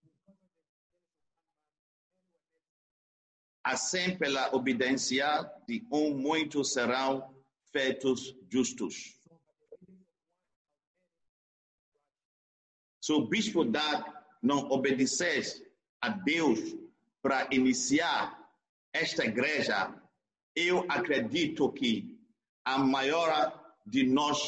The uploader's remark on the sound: ZOOM SERVICE